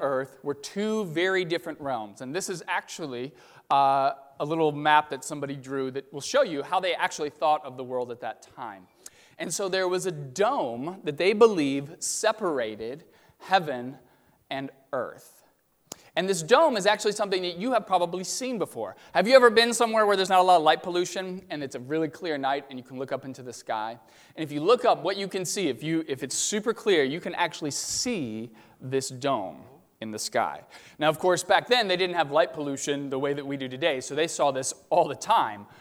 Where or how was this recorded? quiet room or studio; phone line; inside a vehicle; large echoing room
large echoing room